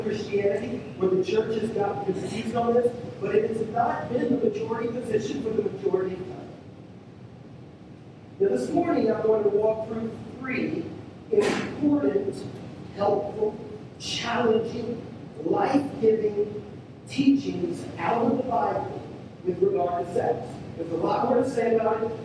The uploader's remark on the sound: We're sorry for the poor sound quality of this recording. Thank you for being patient with us as we figure out these sound issues.